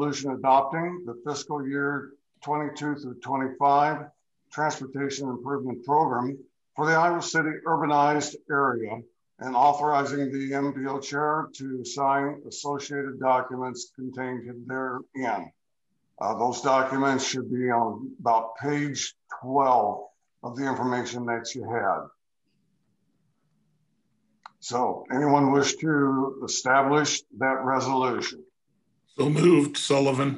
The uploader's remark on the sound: Meeting of the Metropolitan Planning Organization of Johnson County's Urbanized Area Policy Board (Zoom meeting).